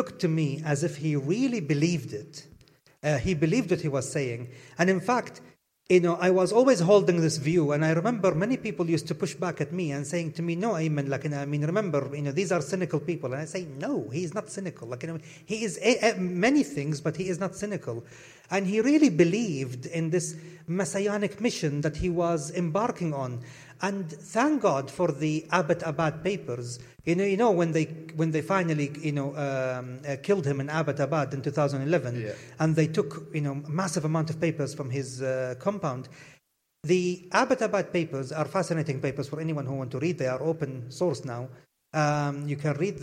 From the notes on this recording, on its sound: Blethered Live at SWG3 in Glasgow